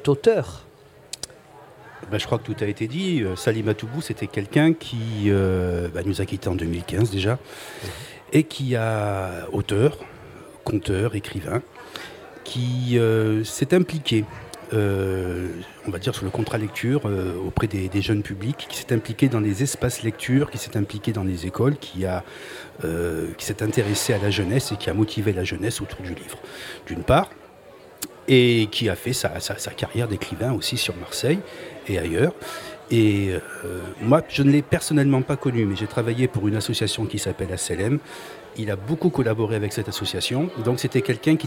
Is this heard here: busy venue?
yes